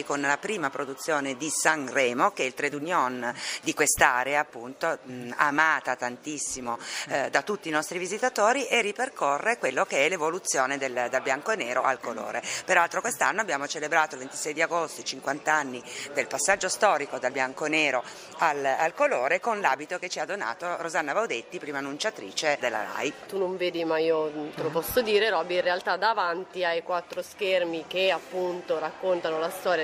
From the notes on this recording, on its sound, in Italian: Questa puntata è stata registrata direttamente all’interno del museo RAI e include oltre all’ambientazione sonora anche le interviste al personale